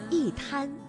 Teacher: 因为一滩当中的滩是阴平字，也就是一声字，所以呢，我们应该读去声